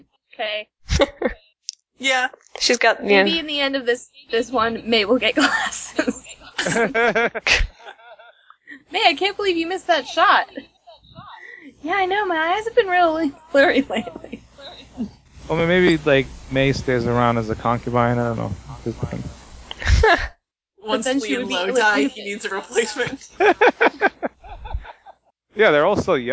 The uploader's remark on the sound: The audio was reclaimed from several records, apologies for the varying quality.